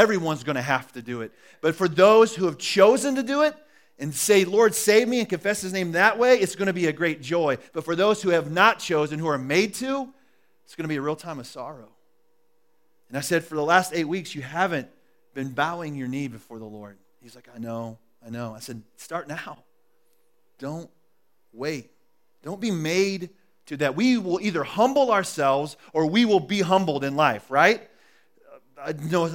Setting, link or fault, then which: setting, large echoing room